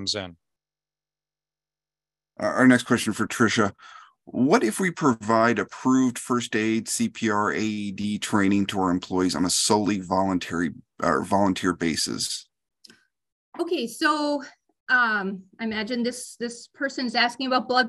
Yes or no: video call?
yes